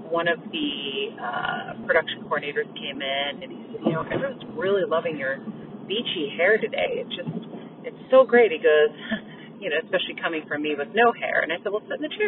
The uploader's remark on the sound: Coming LIVE from her car